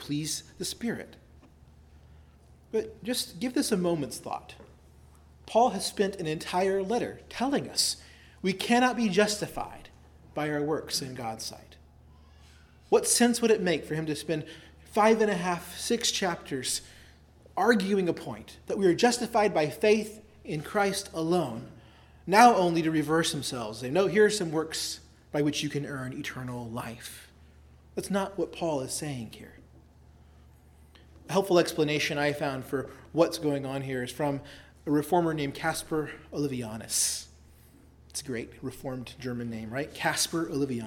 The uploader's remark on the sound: preached at Christ Our Savior Baptist Church on Sunday, September 24, 2023